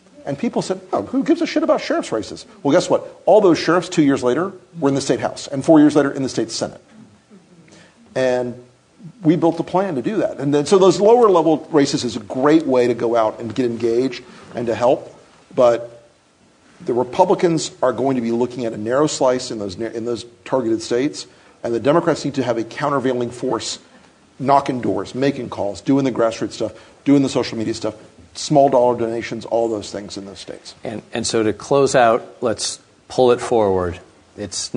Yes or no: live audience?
yes